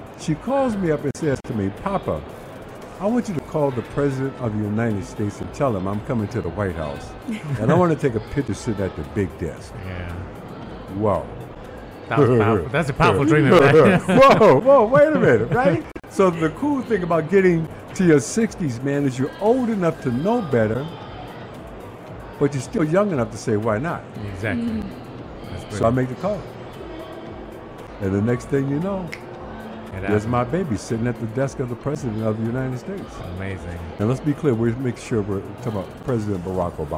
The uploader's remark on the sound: Pulse 95 Live at SIBF. In the UAE.